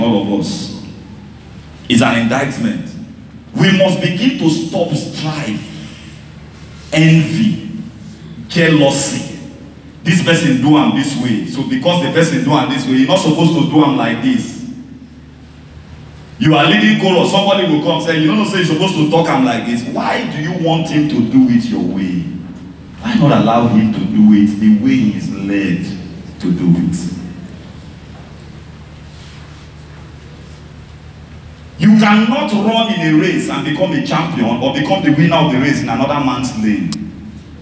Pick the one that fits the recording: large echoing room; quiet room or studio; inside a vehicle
large echoing room